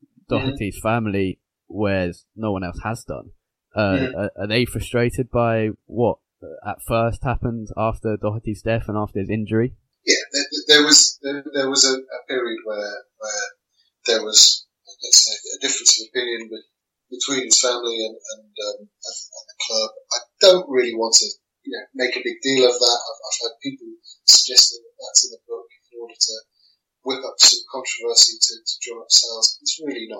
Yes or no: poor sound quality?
yes